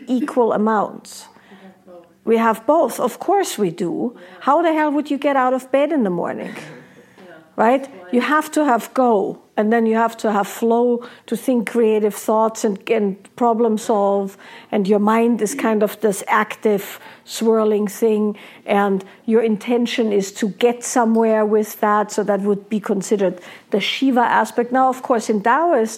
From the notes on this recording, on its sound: hosts a Q&A in her Wild Woman’s Way live workshop